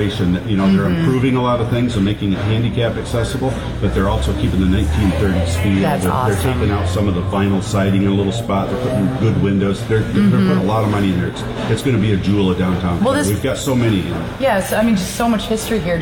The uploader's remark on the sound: LIVE from Cops & Doughnuts for Clare Irish Fest 2022! At Cops & Doughnuts in Clare for the 47th Annual Clare Irish Festival!